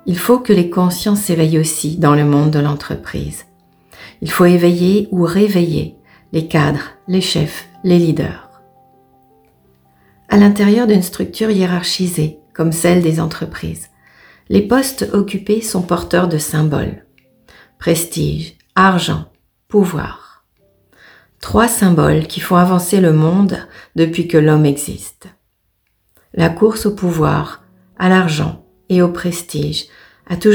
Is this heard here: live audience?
no